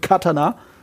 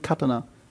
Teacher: Im Japanischen wird nicht der zweite Vokal wie im Deutschen extra laut betont, Katana, sondern alle gleich laut · Shown in: second take · deswegen Katana.